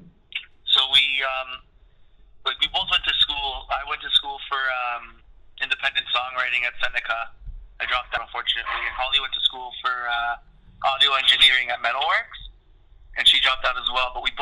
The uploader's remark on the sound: Recorded over the phone